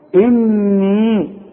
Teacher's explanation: يبقى انا هغن النون دي حركتين، واليه دي همدها حركتين · Term: الغنة